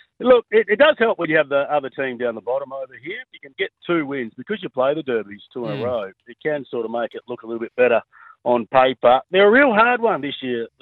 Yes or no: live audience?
no